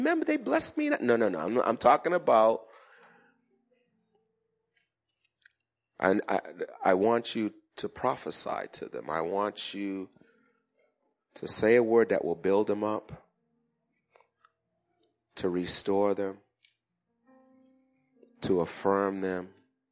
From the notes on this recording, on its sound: Recorded at the 08:30am Service on 2017-05-07.